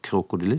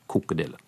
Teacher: de har ikke begge konsonantene i begynnelsen av ordet · Shown in: second take · De sier ikke krokodille, de sier bare kokodille.